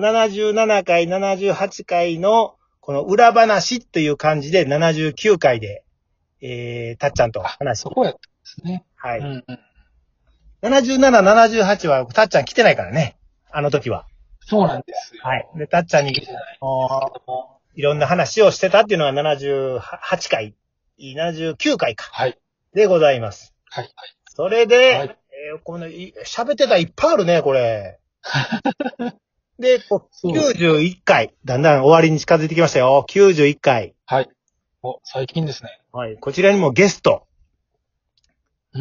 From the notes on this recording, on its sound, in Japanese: From Radiotalk。リモート収録。